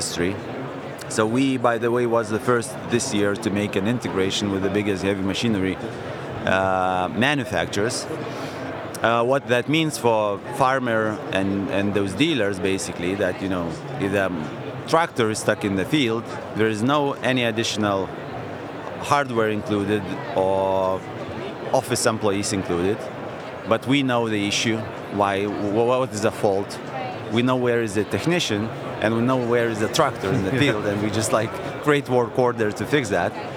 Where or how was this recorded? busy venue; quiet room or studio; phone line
busy venue